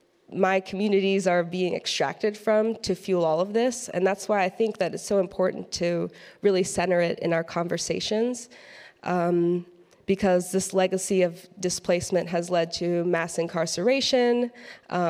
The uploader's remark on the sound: Addresses the crowd at Churchtown Dairy at the Saving Real Organic Conference.